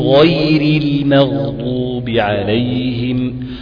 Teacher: غير الغين مفخمة، ما تقولش غير ما اسمعهاش، غير المغ، مش غير المغ، مغ ده اللي بتشرب فيه الشاي، انما المغ دي غير خالص، تختلف تماما.